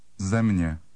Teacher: Wherever the M is followed by a hooked E, this N sound is inserted.